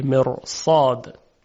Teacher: بلکه به خاطر همجواری با صاد که صاد حرف درشتی است، حرف را هم درشت تلفظ میشه و تفخیم میشه، مر صاد. یعنی هیچ وقت نمیگوین مر صاد، بلکه تفخیمش میکنن مر، حرف را درشت تلفظ میشه مر صاد.